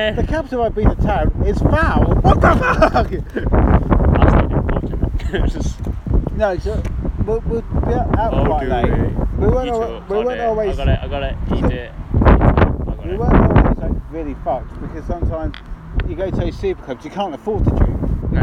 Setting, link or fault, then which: fault, wind noise